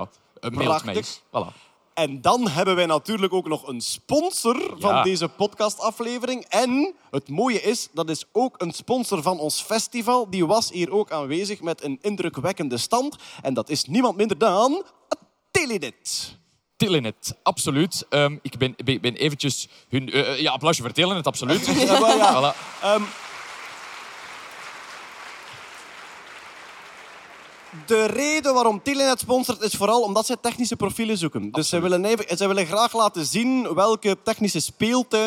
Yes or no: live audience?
yes